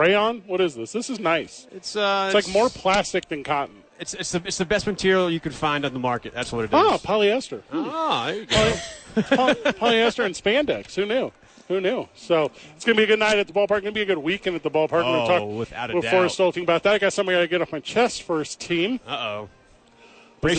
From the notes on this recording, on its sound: live from Isotope Park